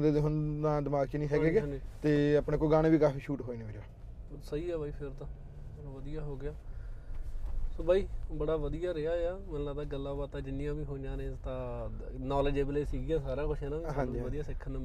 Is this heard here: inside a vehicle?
yes